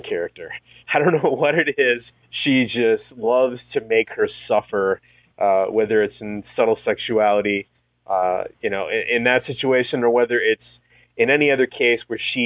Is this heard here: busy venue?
no